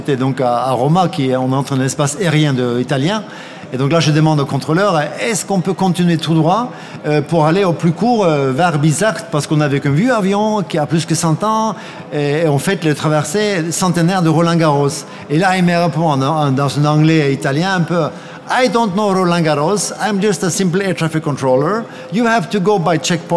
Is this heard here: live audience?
yes